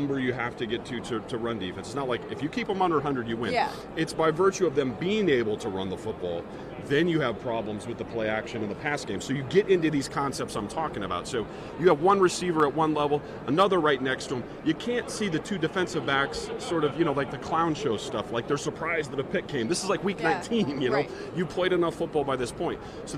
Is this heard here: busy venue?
yes